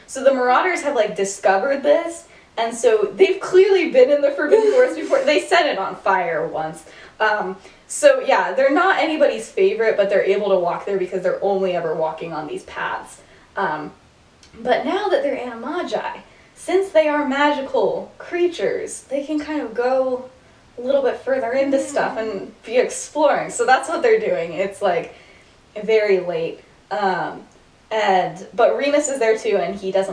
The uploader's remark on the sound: Bad audio. Whoops, the audio got worse.